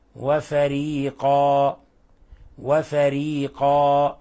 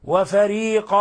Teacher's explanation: هذا اسم مد عوض، عوضنا عن تنوين الفتح بأن أثبتنا الألف فقط · Shown in: first take · أثبتنا الألف، هذا اسم مد عوض لا يزاد عن حركتين.